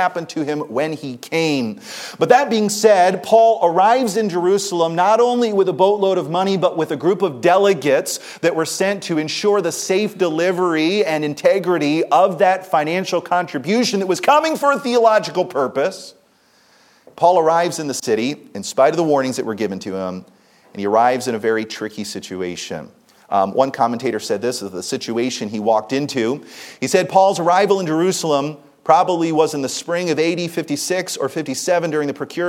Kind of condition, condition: setting, large echoing room